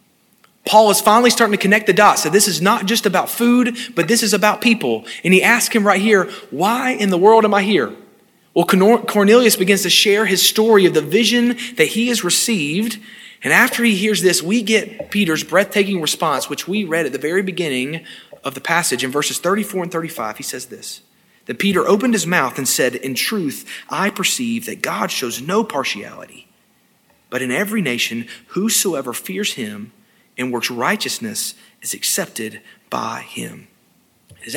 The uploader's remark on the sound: This sermon was delivered on February 6, 2022 at First Baptist Church Hendersonville, NC.